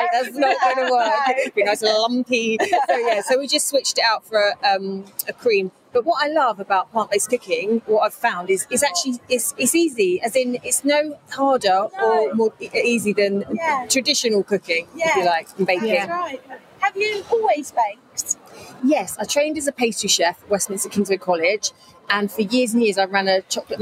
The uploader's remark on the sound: Podcast live from the Cake and Bake Show. It was a busy and noisy show, and they have done their best in the edit to muffle some of the background noise.